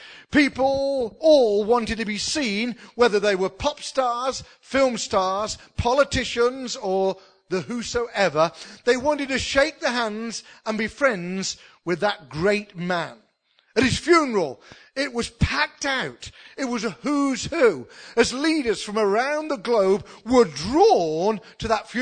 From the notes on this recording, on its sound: spoken at the induction service for the new Minister at King's church